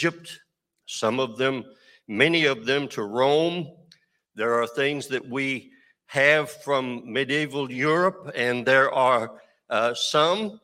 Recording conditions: large echoing room